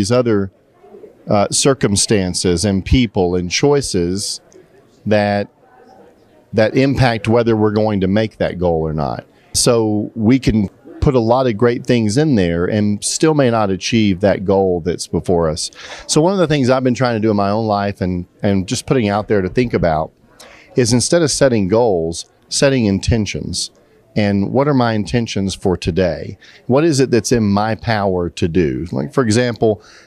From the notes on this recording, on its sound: at the 46th Conference of The Compassionate Friends